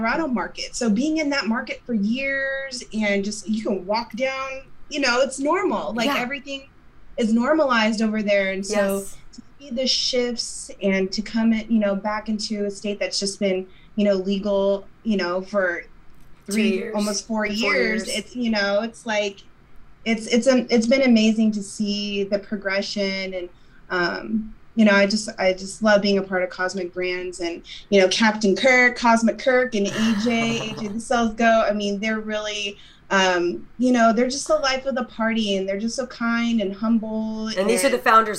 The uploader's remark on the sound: Episode recorded in New Braunfels, Texas & Edmonton, Oklahoma via Zoom.